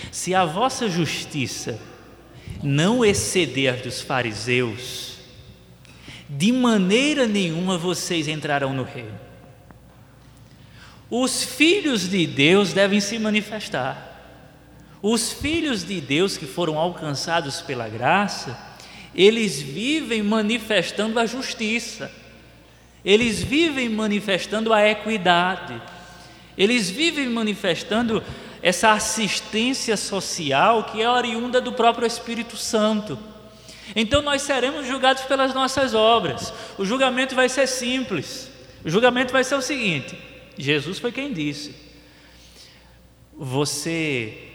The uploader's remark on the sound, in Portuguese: Debate. Além da participação do público presente.